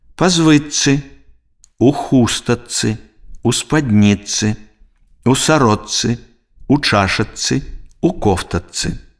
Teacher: Спалучэнне глухіх зычных «ч», «ц» вымаўляецца як падоўжаная зацвярделая афрыката «ц».